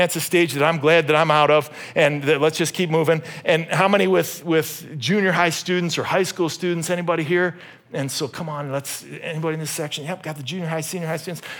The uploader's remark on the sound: This message was originally preached at Highpoint Church on Sunday, May 14, 2023.